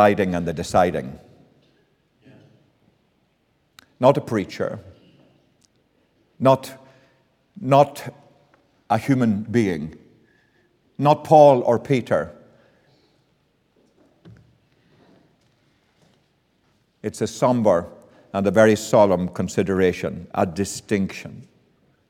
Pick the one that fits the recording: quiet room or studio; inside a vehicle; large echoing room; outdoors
large echoing room